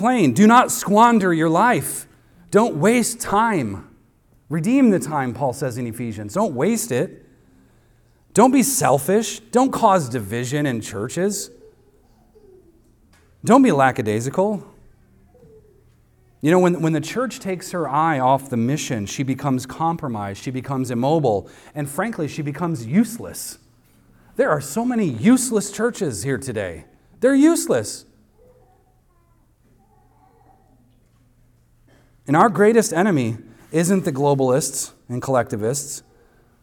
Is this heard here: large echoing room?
yes